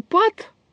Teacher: после «п» будет немножко огубленное начало «а», потом будет стационарный участок «а», а потом там чуть-чуть вперед продвинется из-за переднеязычного согласного «т»